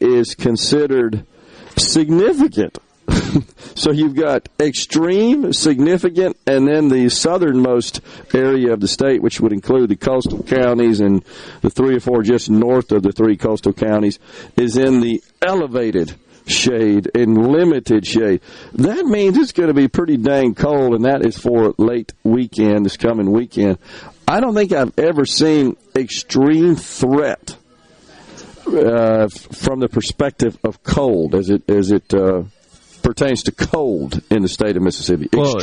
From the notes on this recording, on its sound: MidDays is LIVE from Carter Jewelers on High Street in Downtown Jackson as folks get their last minute Christmas shopping done